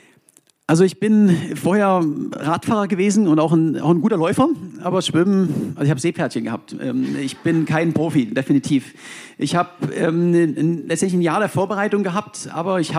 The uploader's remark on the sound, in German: aufgezeichnet beim ZEIT ONLINE Podcast-Festival in Berlin am 11.